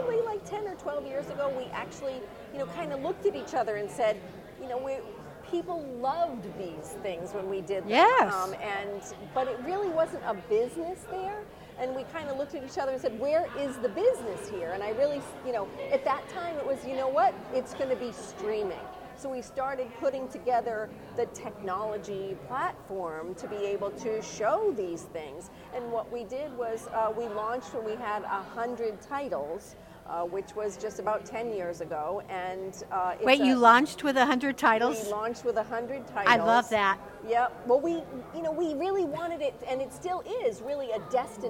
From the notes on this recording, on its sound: “Live From The Edison Hotel Times Square Chronicles Presents”, is a new show that is filmed live every Wednesday from 5 – 6 in the lobby of the iconic Hotel Edison, before a live audience.